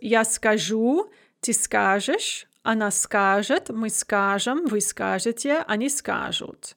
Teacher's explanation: we have the stress shift in which the ya form has an end stress and all the other forms have stem stress. · Note that we have this consonantal mutation, z becomes zh, and this carries on all throughout the paradigm.